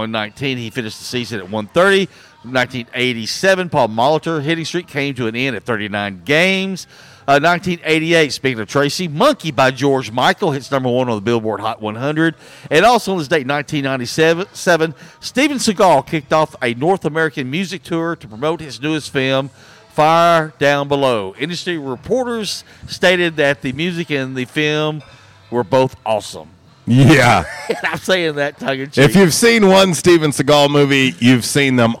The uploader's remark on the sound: LIVE from J’Town’s Grill!